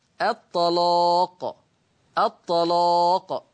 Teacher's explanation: سمعين صوت التغليظ لللام الطلاق، ما حكم اللام التغليظ قولا واحدا، والسبب لأنها مفتوحة ومسبوقة أو وقبلها طاء مفتوحة، وقبلها طاء مفتوحة.